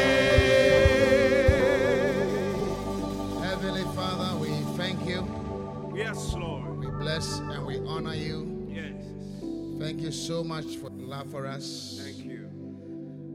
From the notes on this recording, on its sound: Preached at the Qodesh